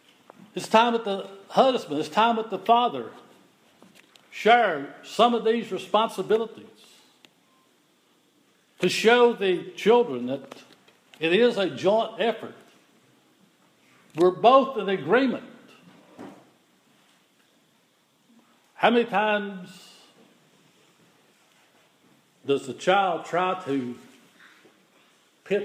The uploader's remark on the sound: The following is an audio recording of the Sunday worship service at Persia United Methodist Church in Rogersville, TN.